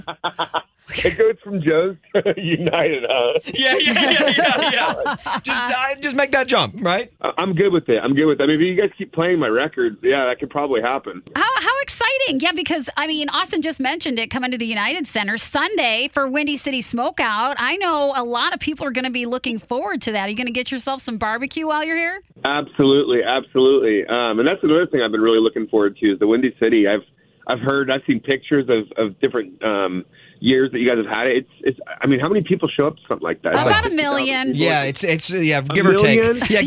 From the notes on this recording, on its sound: called in to chat